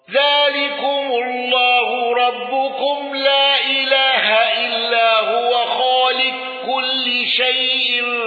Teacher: أبو عمرو بقصر المنفصل والإدغام